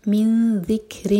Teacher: اخفاء ذال کے لیے نون کی آواز کو چھپائیں گے، نون کی مخرج کو ٹچ نہیں کریں گے، دو سیکنڈس کا ٹائم دیں گے.